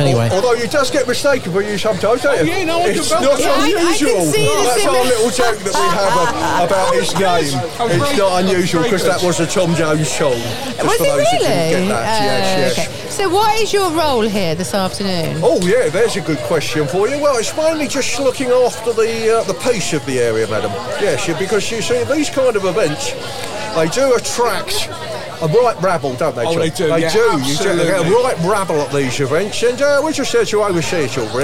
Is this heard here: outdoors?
yes